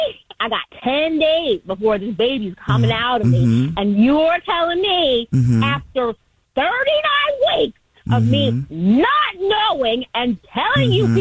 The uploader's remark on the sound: phone prank style